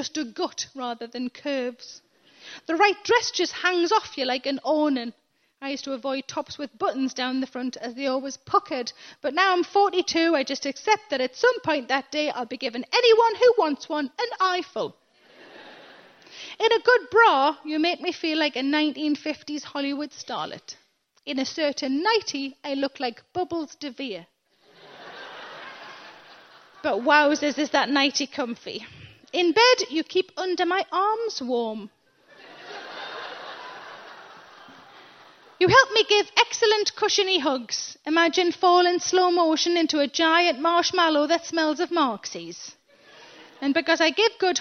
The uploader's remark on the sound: In Cambridge for a chat about all sorts of stuff from confidence to class, as well as some questions from the audience.